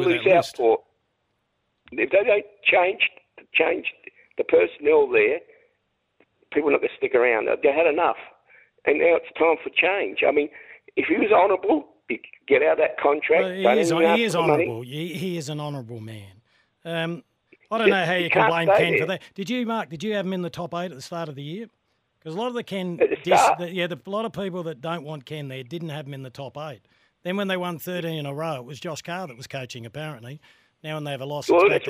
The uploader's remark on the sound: YOUR CALLS. On the Run Home SEN SA.